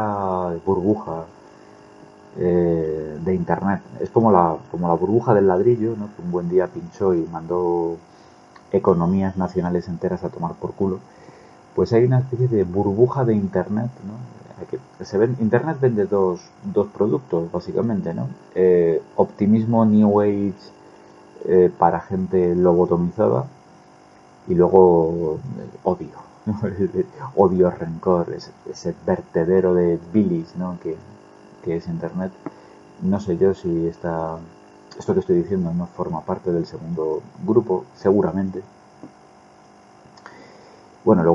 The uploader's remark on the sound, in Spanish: Una reflexión improvisada, hecha sobre la marcha, con una calidad de sonido vergonzosa.